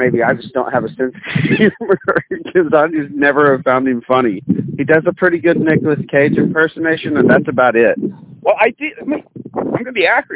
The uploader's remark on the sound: Walking around under the hot sun and pacing back and forth in a local park while receiving strange looks from "normal" people.